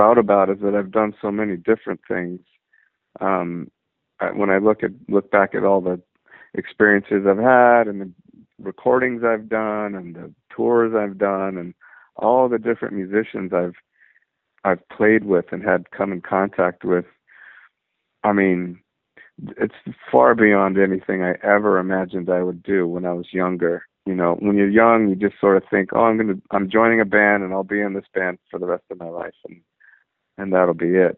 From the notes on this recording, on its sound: I talked on the phone for a half hour